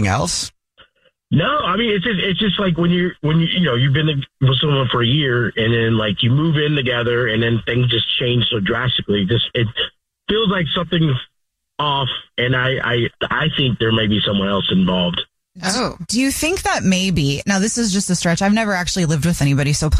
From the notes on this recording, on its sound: On the phone. The person who set them up is ALWAYS listening on the other line.